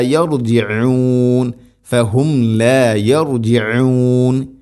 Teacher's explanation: യർജിഊൻ ഐന് ഉച്ചാരണം ശ്രദ്ധിക്കുക, തൊണ്ടയുടെ മധ്യഭാഗമാണ് അതിൻ്റെ മഖ്റജ്